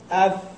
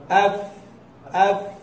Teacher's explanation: الفاء تخرج من بطن الشفة أي السفلى، من بطن الشفة أي السفلى مع أطراف الثنايا المشرفة، أي مع أطراف الثنايا العليا، مش مع الثنايا، لا من أطراف، بس أطراف الثنايا العليا كما نشاهد هنا.